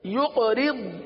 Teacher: قاف پر قلقلہ کریں گے، را کو تو باریک پڑھیں گے